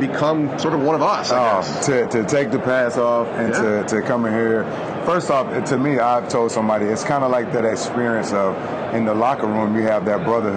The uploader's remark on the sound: Live from Super Bowl LIII in Atlanta